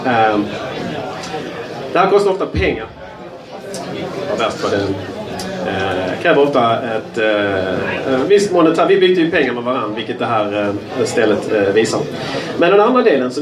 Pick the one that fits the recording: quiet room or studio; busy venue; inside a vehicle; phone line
busy venue